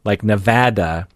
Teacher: the vowel ah, like Nevada, sounds low class to people